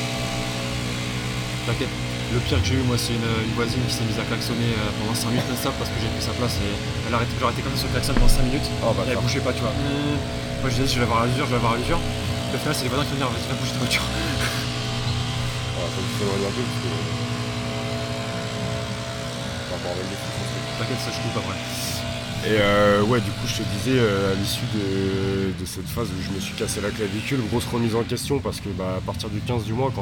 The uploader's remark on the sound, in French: Les bruits de fond sont les ergos, les wods, la musique... On est dans une Box de Crossfit (Crossfit Tanka)!!